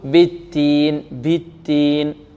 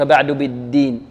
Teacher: بعض الطلاب لا يعطي الدالة جهرها أو حقها من الجهر · Shown in: second take